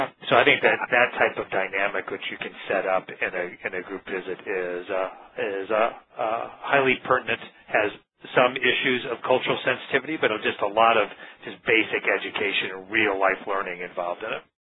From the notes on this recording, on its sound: May 2009 Author in the Room® Teleconference